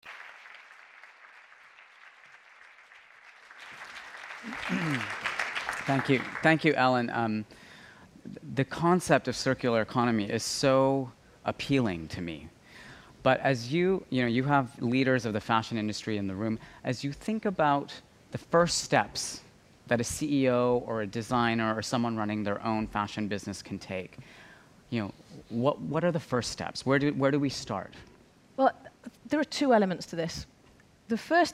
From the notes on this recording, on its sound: On stage at #BoFVOICES 2017